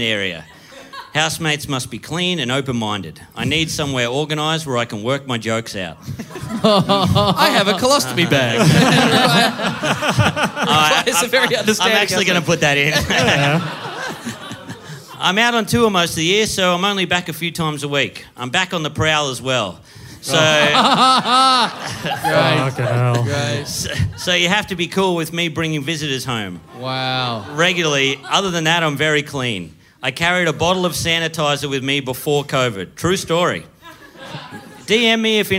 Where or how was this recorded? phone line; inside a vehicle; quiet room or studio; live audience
live audience